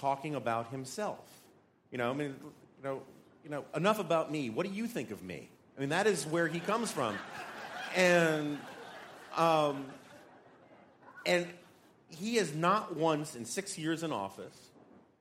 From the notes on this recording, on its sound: Live: The Night Owl Session. Live from the National Review Cruise.